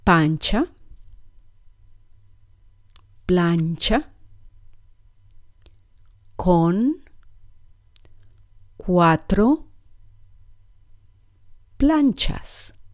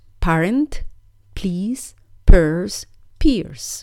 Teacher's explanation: These sounds aren't too difficult, but you must remember to keep your lips pursed for a very light P rather than the very plosive English sound of P